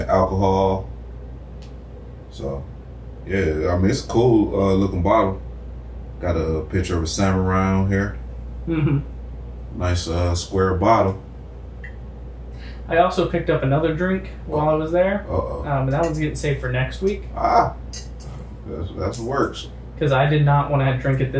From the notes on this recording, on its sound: terrible sounding mics